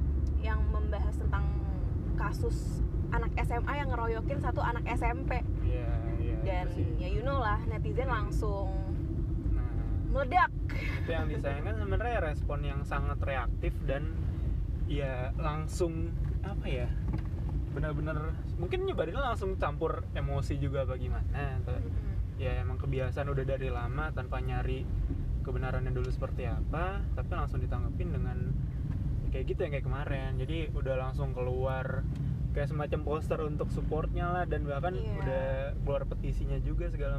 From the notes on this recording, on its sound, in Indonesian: Maaf suaranya agak kecil, Røde taro di dashboard mobil.